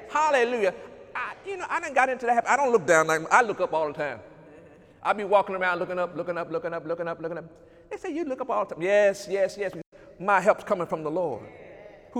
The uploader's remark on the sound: During Sunday morning service on July 21, 2019